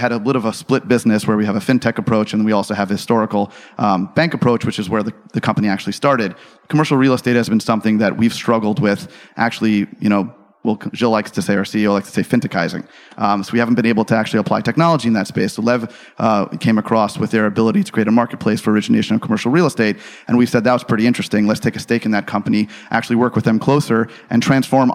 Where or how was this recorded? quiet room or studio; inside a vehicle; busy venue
busy venue